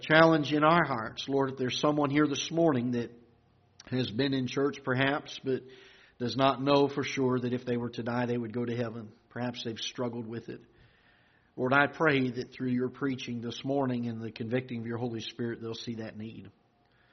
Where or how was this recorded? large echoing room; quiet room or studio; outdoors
large echoing room